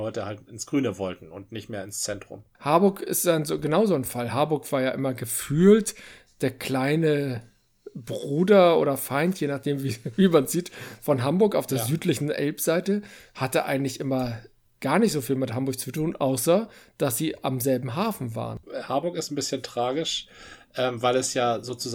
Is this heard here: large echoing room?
no